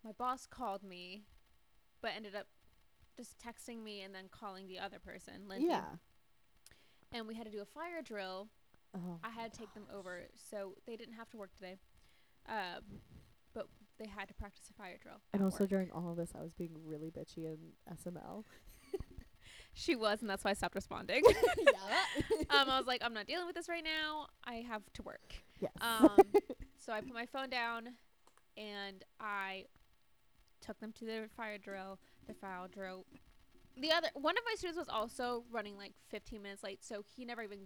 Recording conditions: poor sound quality